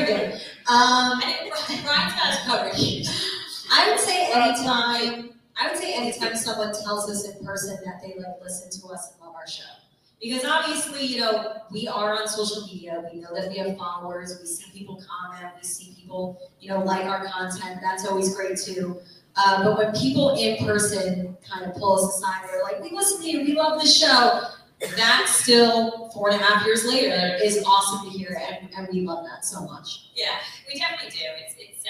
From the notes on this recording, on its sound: LIVE in-person at the Cricket Hill Brewery in Fairfield, New Jersey